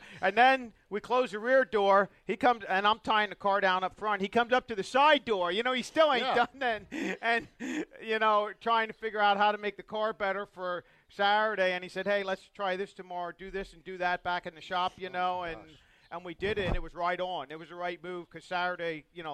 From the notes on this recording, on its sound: LIVE at Port Royal Speedway for the Weikert’s Livestock Winged Nation, presented by Folkens Bros Trucking & Red Brand Fence!!